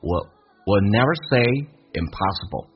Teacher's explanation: impossible 是一个多音节的单词，那事实上它的重音是在 p 上，是不是这样子，所以它事实上这个单词啊，它有三个元语调，先是用降调 m，然后再用声调 pa，然后后面呢一个元音用降调来读